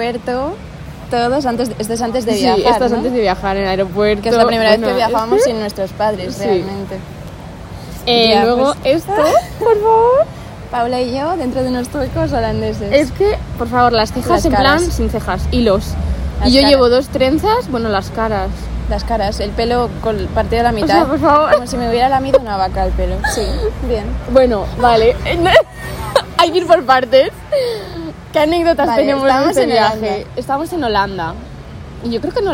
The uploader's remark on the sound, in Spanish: Ha sido una conversación normal entre nosotras en una terracita con muchas risotas y nuestras así que perdón por el ruido de fondo.